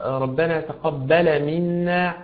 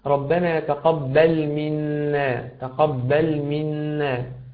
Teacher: حركت حرف اللام للفتح في حين أن حرف اللام ساكن كما نرى جميعا · Shown in: second take · فتقول ربنا تقبل منا تقبل منا.